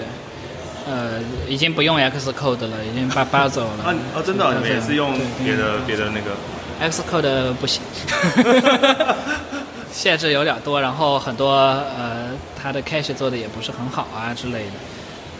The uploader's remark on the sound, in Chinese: 我們在活動現場。也是 weak self 首次「出外景」。有一小段切錯錄音模式了，所以聲音跑錯邊。